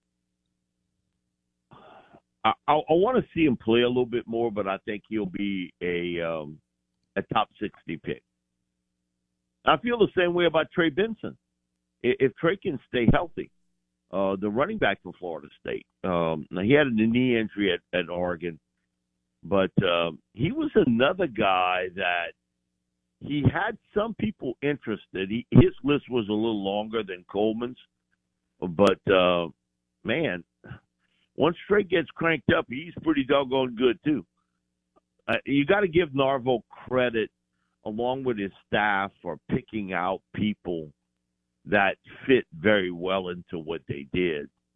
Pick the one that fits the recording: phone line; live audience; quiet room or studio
phone line